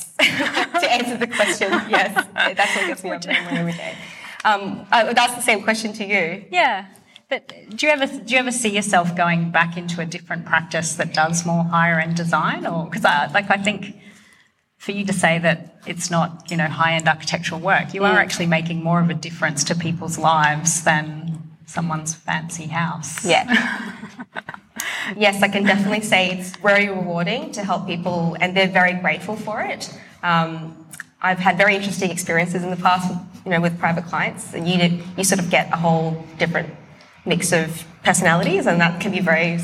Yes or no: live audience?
yes